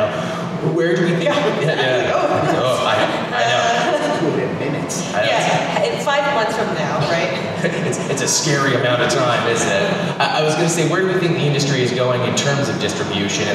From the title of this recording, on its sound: London Comic Con 2018 Panel